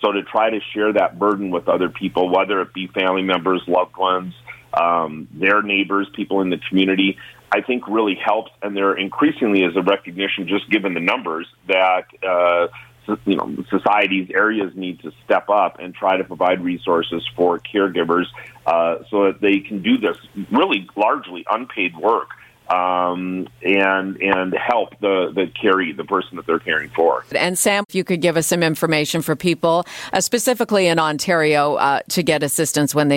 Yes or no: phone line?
yes